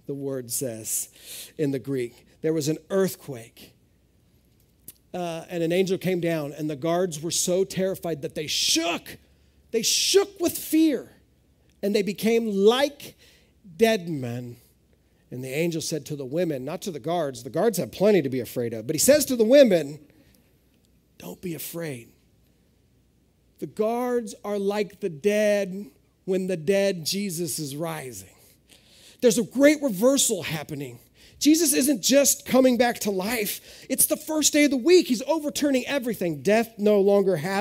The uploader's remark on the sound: This is audio ripped from the Live Service video.